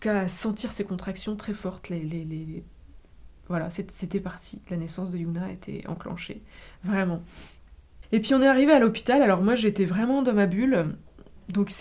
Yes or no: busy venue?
no